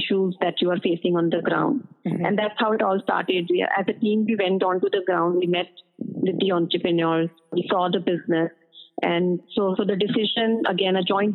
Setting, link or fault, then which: link, phone line